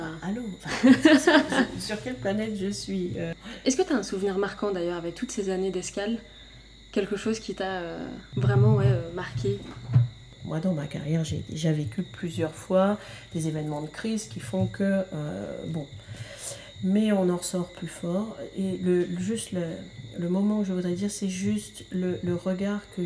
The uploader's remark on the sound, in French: Chef d’escale aux Antilles, et exceptionnellement accompagnée en bruit de fond par les grenouilles nocturnes de la Guadeloupe.